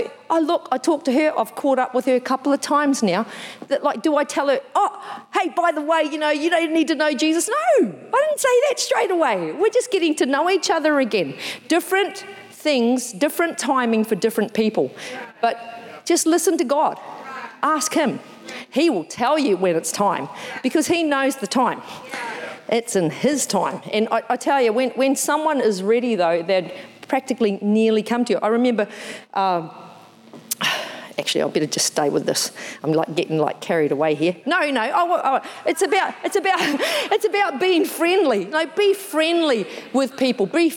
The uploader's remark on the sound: Recorded in the 9am service